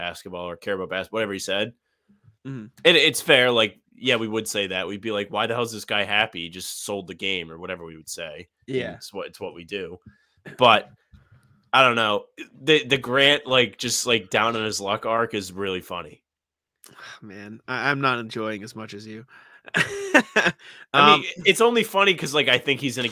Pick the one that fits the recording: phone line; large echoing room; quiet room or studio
quiet room or studio